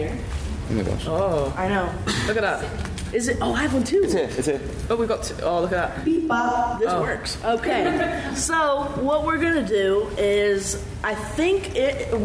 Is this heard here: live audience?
yes